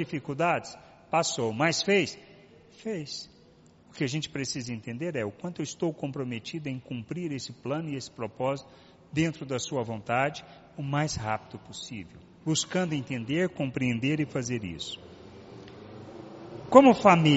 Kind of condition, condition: setting, large echoing room